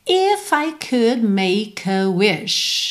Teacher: percebe que você nem ouviu o D de could. Porque essas consoantes oclusivas, pintadinhas de vermelho, podem aparecer mais, menos ou nada.